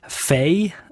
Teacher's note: das Wort «fein», ohne «n» am Schluss und statt einem langen «i» der Diphthong «ei»